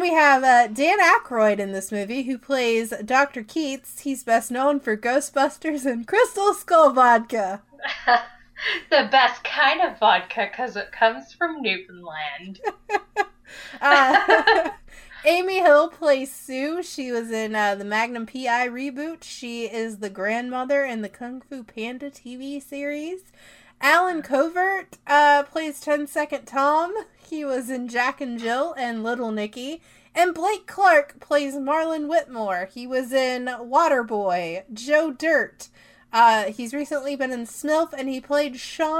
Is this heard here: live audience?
no